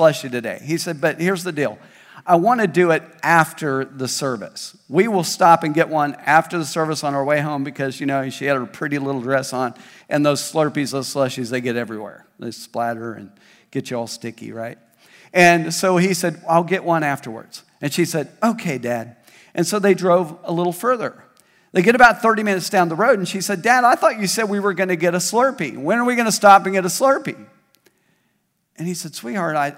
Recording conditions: large echoing room